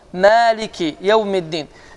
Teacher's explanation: Əlifin uzadılmasıdır və iki hərəkə uzadır.